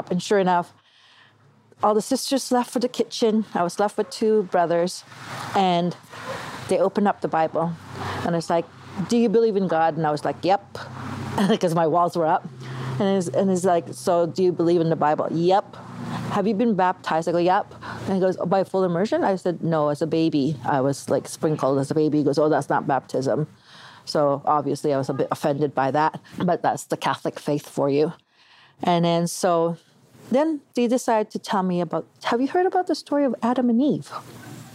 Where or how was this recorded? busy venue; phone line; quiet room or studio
busy venue